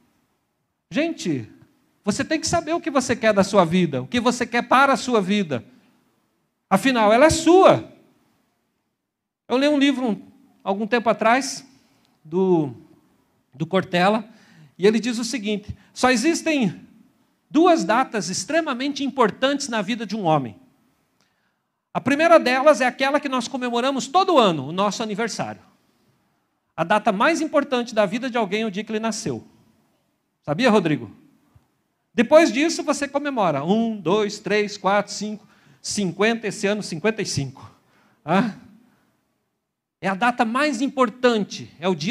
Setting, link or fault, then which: setting, large echoing room